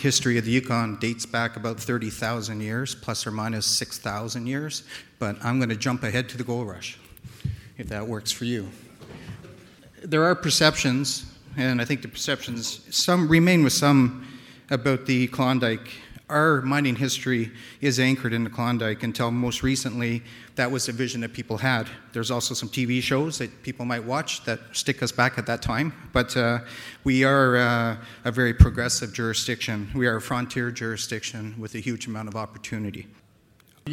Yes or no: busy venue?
yes